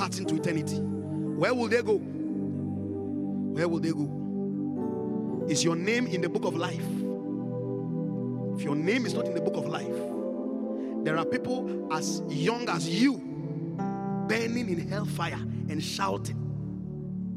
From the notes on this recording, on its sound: Encounter Service. Preached at the Qodesh.